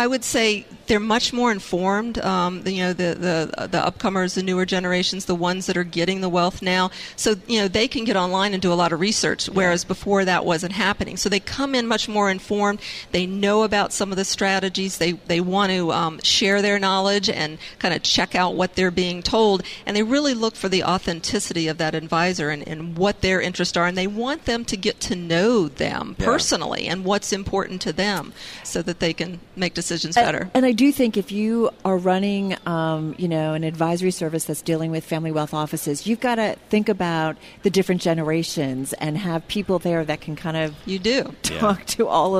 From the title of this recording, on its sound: Day Two From BNY Mellon's Pershing INSITE Conference in Phoenix